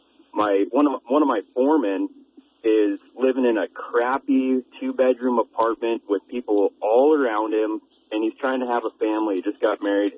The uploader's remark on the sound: Open Phone Lines